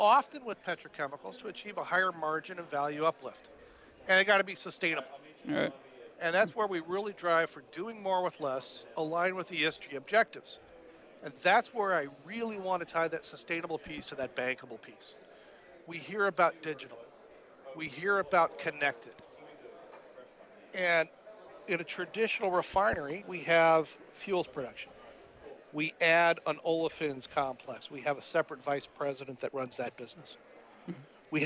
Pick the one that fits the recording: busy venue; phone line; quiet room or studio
busy venue